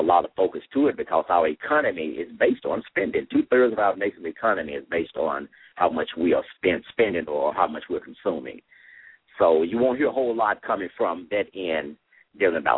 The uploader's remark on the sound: LML uses a progressive live call in format.